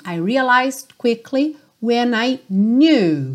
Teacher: Então, realized Cuidado para não pronunciar o E, não é realized, ok? E você quase não ouve o D, porque ela já está indo para o quickly.